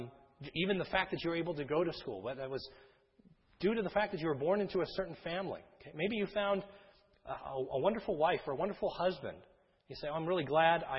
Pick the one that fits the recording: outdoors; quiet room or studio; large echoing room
large echoing room